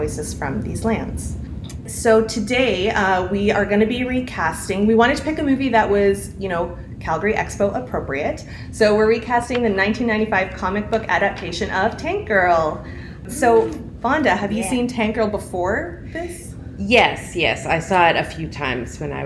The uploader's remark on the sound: Repodcasting’s first-ever LIVE EPISODE?! Recorded on site at Calgary Expo.